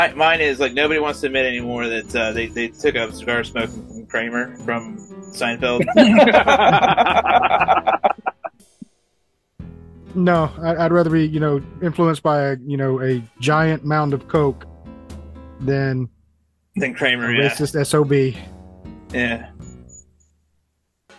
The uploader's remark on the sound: Please forgive the sound issues, we are working them out.